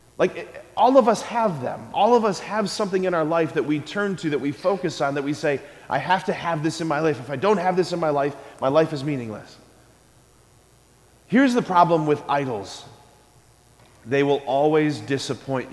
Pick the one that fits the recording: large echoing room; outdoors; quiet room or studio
large echoing room